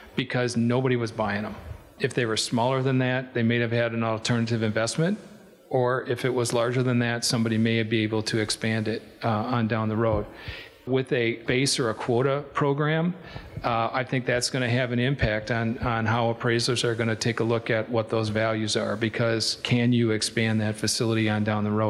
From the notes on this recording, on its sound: This episode of The Dairy Show contains audio from the 2021 Expo Seminar